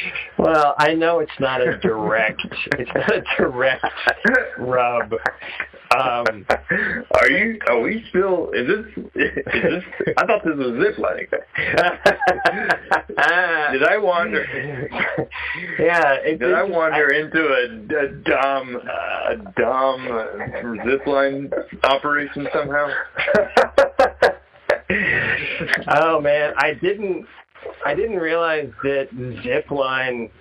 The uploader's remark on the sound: I check-in via phone call.